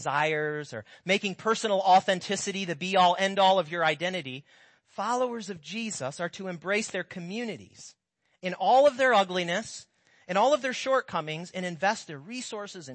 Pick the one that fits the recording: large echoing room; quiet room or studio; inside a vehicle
large echoing room